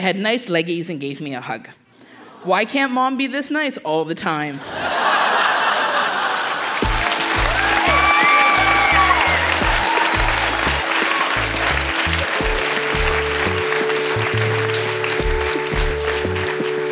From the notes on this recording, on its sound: Recorded live at the Park Theatre n Winnipeg, MB.